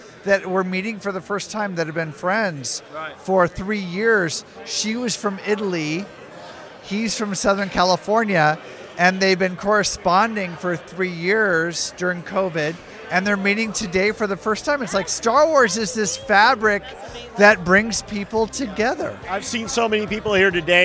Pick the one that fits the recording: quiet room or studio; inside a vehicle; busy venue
busy venue